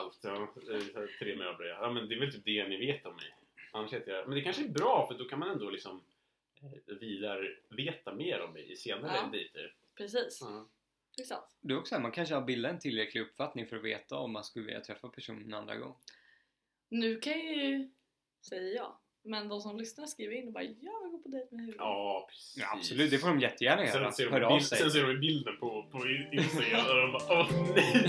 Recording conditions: poor sound quality